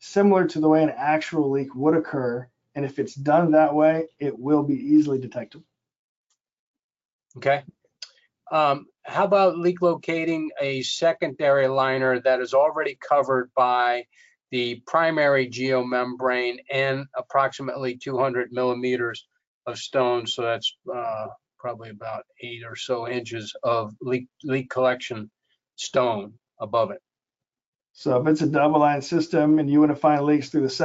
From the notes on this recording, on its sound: This is an audio version of the FGI webinar.